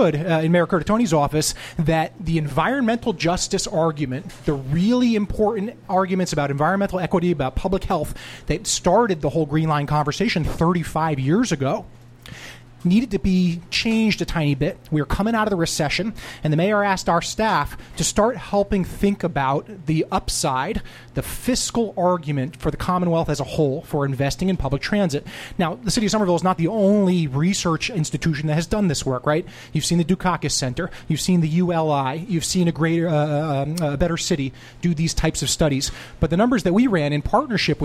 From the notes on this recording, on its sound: The status of the GLX live in Somerville. At the Brass Union in Somerville.